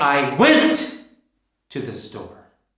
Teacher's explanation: Now it seems like the most important thing is that I already went, because I made went the loudest word